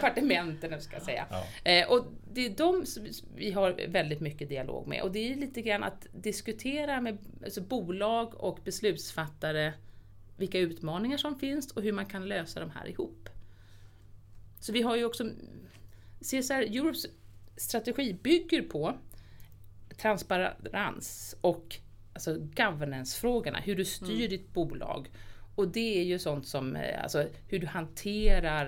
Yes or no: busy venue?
no